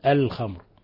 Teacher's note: الخمر هذه أيضا اللام قمرية، الخمر، وعندنا ميم ساكنة جاء بعدها الراء إظهار شفوي